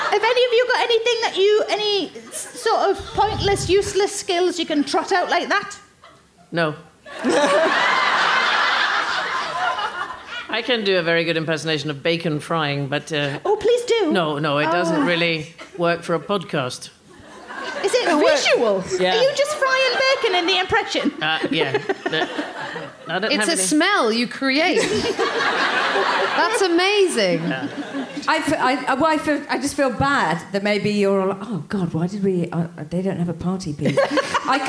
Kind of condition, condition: setting, busy venue